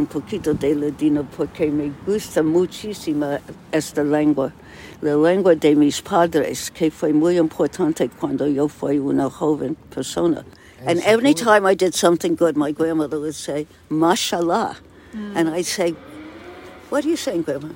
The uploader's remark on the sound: In the Uber. Recorded this conversation with her grandmother. For a college class.